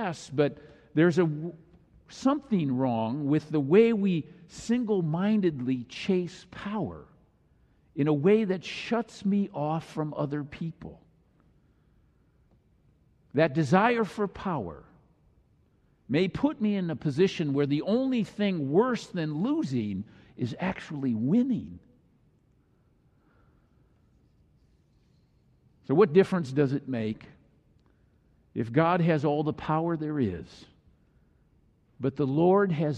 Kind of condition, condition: setting, large echoing room